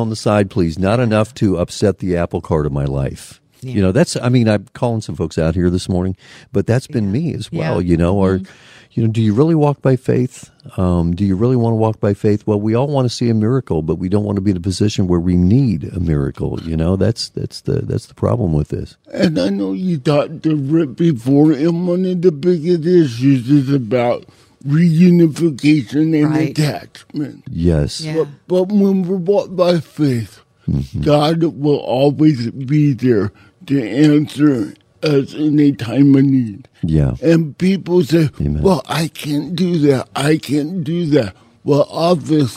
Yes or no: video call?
no